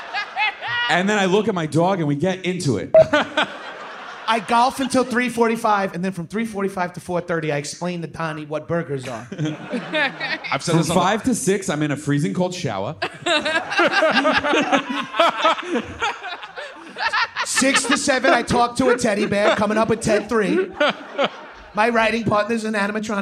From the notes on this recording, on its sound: For a LIVE power hour in NYC (Recorded LIVE October 23, 2021).